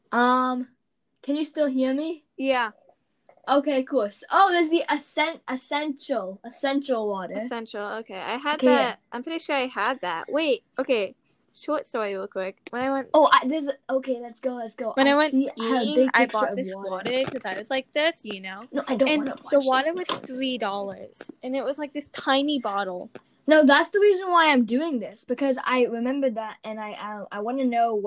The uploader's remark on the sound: The audio got a little messed up